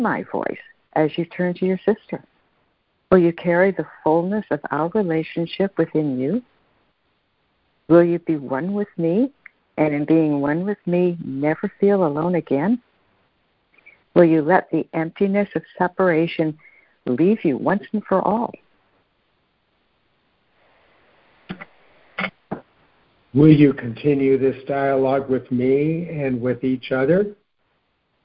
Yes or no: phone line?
yes